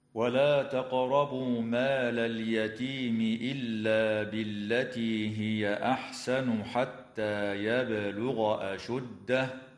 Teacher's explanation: تقلقل القاف في كلمة تقربوا، وكذا الباء في كلمة يبلغ